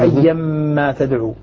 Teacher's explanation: وأدغمت التنوين بالميم فصارت ميما مشددة